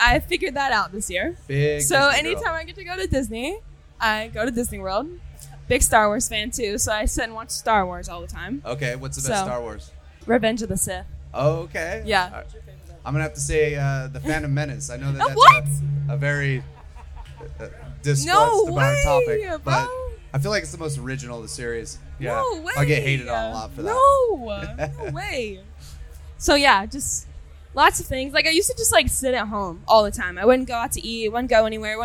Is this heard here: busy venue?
yes